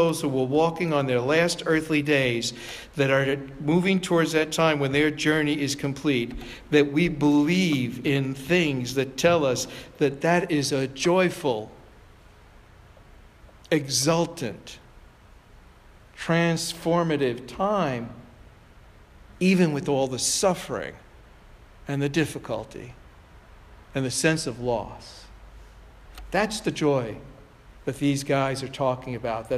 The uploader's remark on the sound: Provocation delivered on July 9, 2017 at Sayville Congregational United Church of Christ.